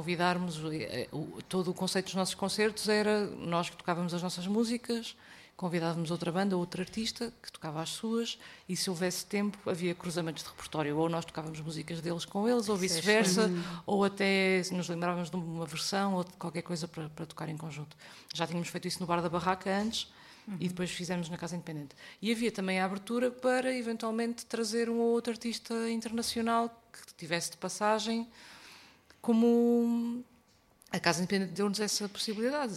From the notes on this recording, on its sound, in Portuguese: Chasing Rabbits Record Store. Gravado ao vivo na “nossa” Chasing Rabbits.